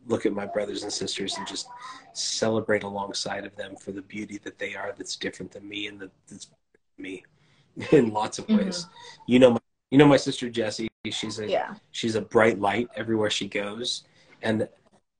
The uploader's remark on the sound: instagram live conversation